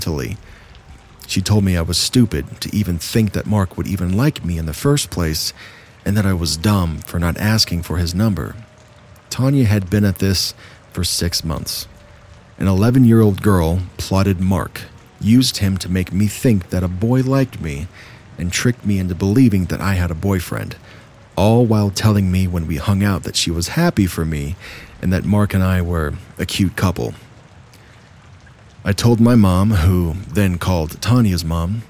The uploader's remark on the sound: Told in the Rain